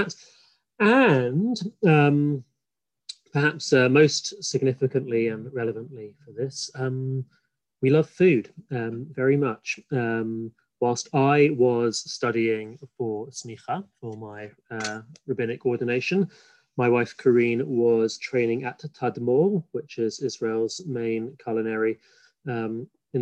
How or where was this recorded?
video call